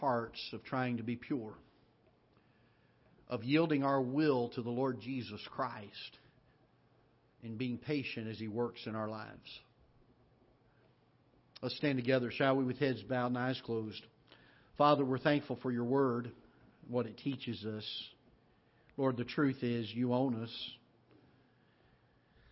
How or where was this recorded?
large echoing room